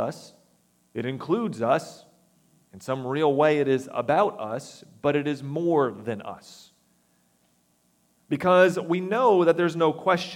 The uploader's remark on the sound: recorded September 24, 2022, at the Ringgold Seventh-day Adventist Church